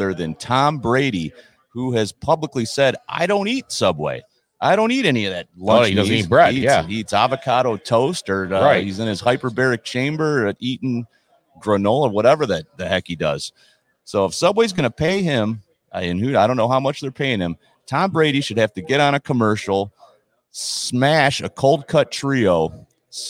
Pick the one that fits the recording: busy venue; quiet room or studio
busy venue